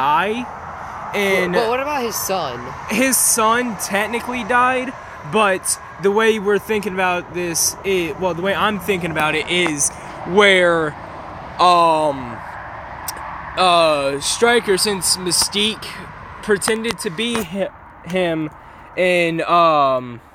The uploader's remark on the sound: Sorry for all the loud noises we were outside for this